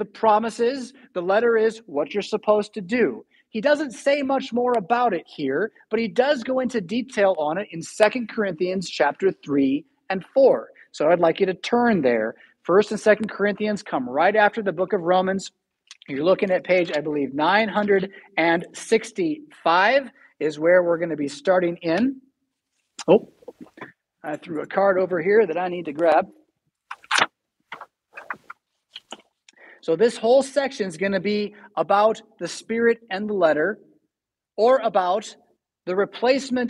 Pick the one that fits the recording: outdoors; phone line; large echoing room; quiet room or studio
large echoing room